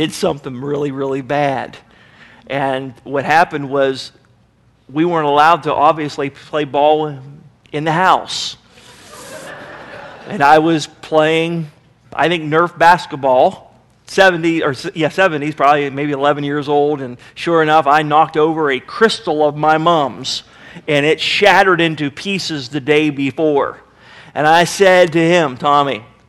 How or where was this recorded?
large echoing room